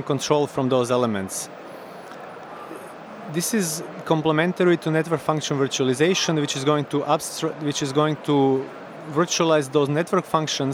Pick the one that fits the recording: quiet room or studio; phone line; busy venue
busy venue